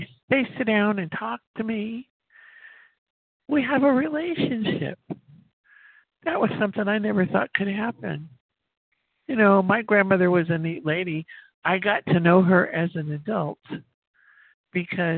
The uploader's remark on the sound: from the 100 Pounders Phone Meeting, 11/17/23.